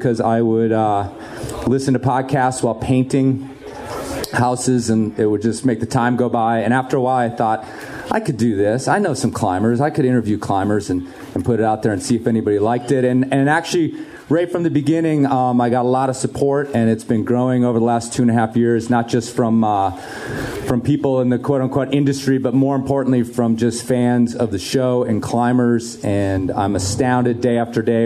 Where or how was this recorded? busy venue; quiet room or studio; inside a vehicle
busy venue